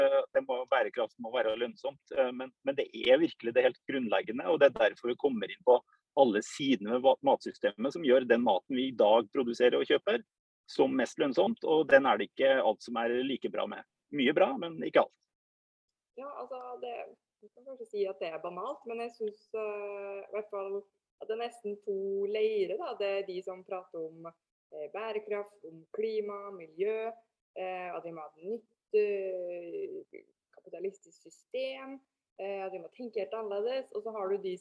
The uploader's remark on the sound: Live Zoom. I denne live-sendingen.